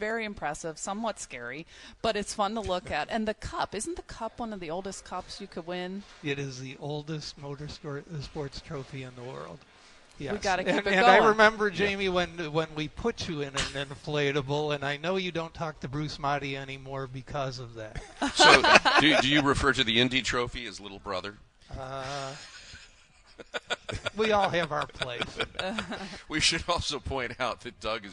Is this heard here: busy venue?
yes